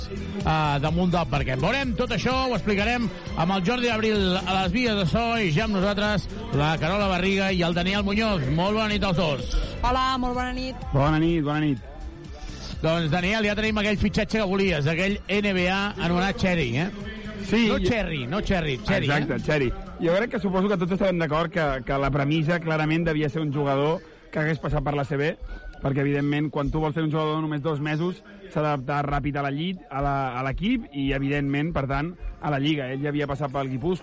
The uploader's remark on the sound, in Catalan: Transmissió en directe del partir Venice vs Joventut.